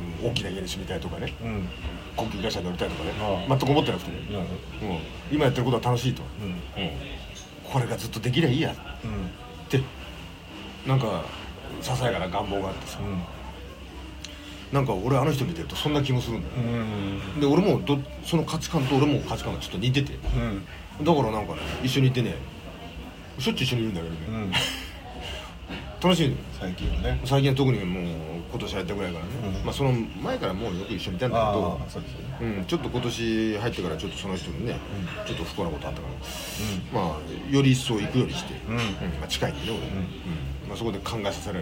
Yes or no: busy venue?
yes